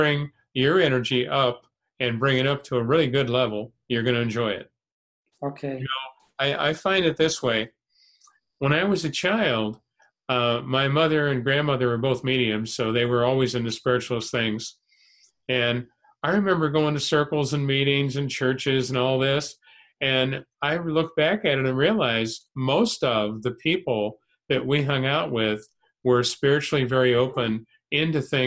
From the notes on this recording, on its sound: Spiritual Development Class held online via zoom.